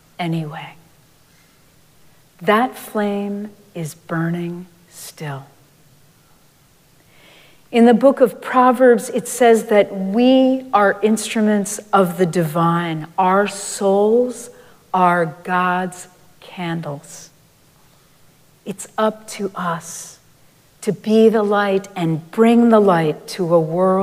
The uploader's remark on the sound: Recorded live at Arlington Street Church, Sunday, December 10, 2023.